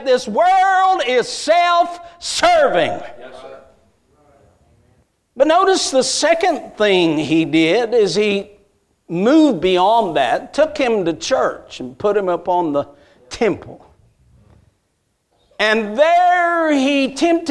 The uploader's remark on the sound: A message Preached at Crossroads Baptist Church.